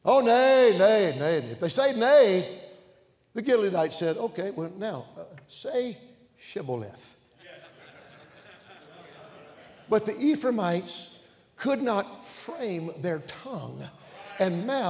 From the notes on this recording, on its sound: during the Tuesday Evening service of the 38th Annual National Pastors' & Workers' Conference in Santa Clara, California